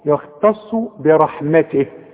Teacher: التاء مرققة جدا، الخاء مفخمة، الصاد مفخمة، التاء دي غلبانة جدا في النص، يختص برحمته.